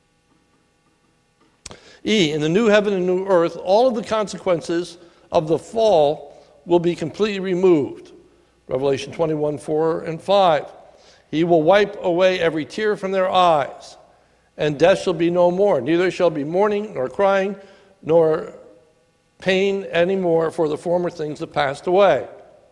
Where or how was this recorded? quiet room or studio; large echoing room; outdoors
large echoing room